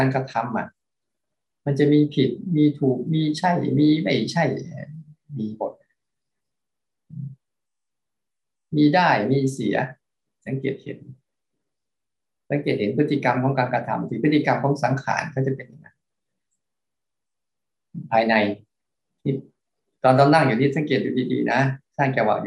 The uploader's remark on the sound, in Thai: คอร์สออนไลน์ (ผ่านโปรแกรม Zoom)